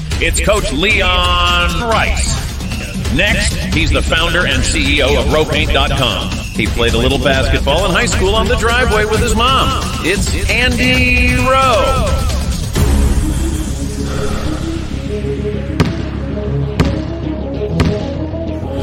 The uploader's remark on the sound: LIVE at The Pit in Albuquerque